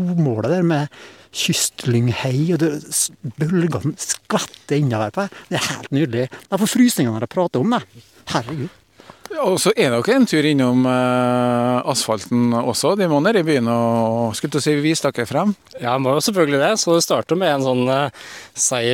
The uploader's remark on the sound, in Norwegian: Halvmaraton med bølgeskvulp i Kristiansund. Sommerradioens utsendte påtraff to løpeglade fra Norodd som var ute og gjorde klar løypene.